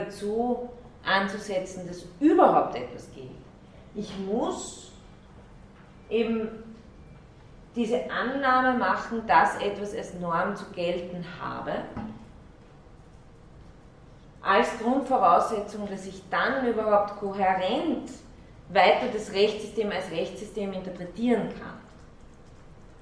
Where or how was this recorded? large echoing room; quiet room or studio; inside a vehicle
large echoing room